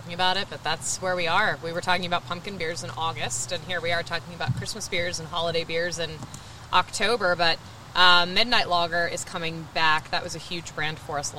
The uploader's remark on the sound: When the weather is perfect on a mid-October afternoon, you head outside with our friends at Katcef Brothers, Inc . To sit at a picnic table and record a beercast!